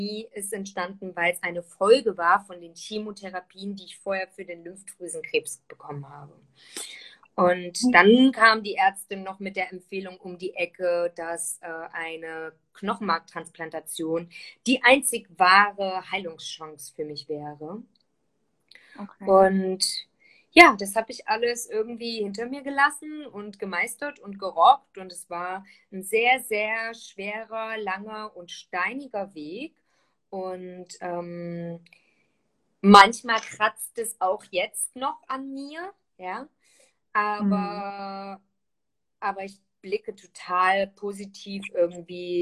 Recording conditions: video call